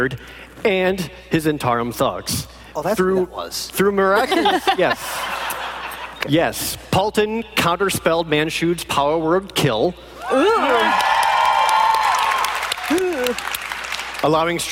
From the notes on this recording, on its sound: live from PAX Unplugged 2018